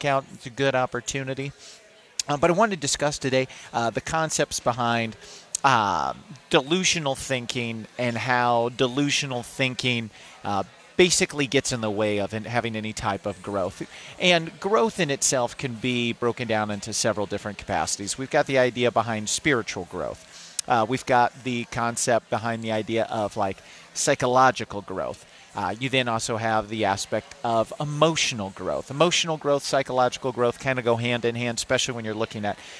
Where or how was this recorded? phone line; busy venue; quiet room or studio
busy venue